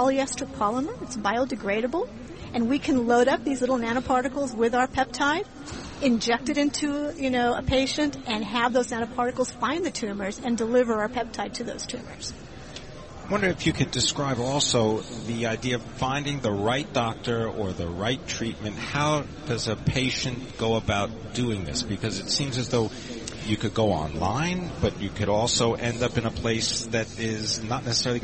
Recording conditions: busy venue